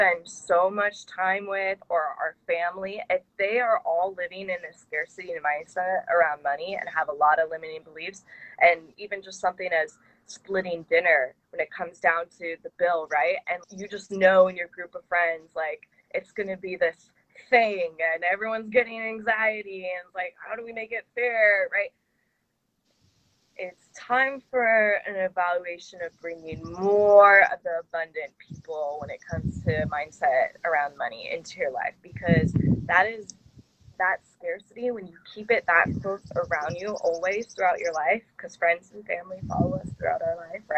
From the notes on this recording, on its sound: we both recorded this sitting outside on our decks so you’ll probably hear some nature sounds in the background